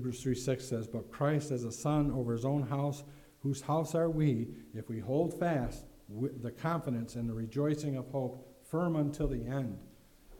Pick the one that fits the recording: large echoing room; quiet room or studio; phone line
large echoing room